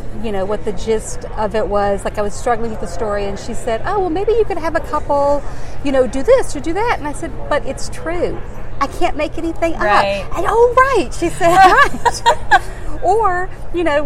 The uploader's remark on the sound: Interview was recorded live at ALA Midwinter.